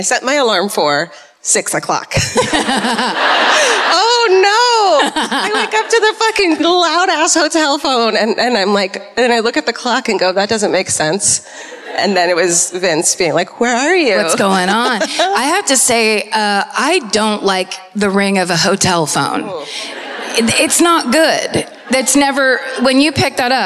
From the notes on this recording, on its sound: Live at the Sony Centre in Toronto (Night Two).